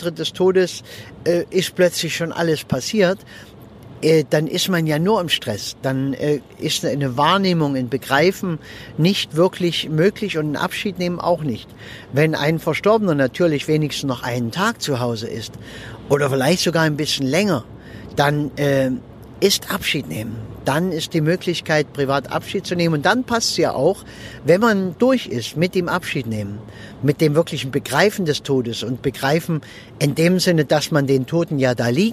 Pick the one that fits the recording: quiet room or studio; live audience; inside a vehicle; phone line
inside a vehicle